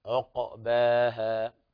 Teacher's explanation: انتبه إلى القلقلة في القاف وعدم ضمها